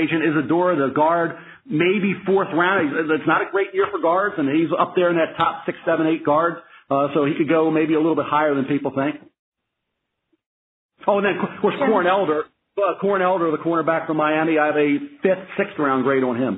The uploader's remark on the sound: NFL Draft Conference Call. In a conference call.